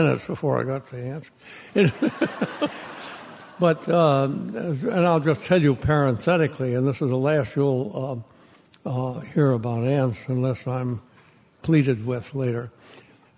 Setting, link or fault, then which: setting, live audience